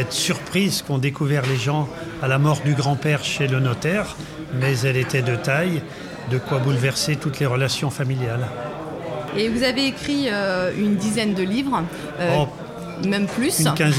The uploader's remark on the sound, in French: Assis à une table du bar le Clémenceau de Jard sur mer, nous recevons des auteurs et des éditeurs qui participent à Escale Littéraire, le festival proposé par la communauté de commune Vendée Grand littoral.